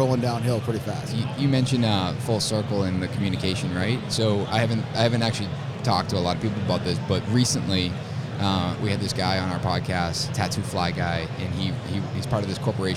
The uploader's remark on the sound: LIVE FROM IBS. This week on The Building Code we are LIVE from Las Vegas at the International Builders’ Show!